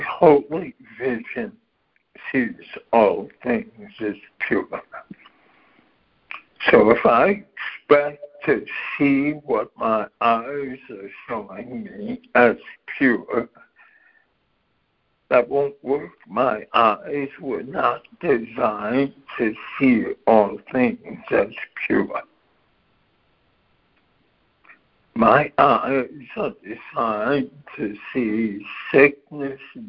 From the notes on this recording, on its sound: ACIM Daily Conference Call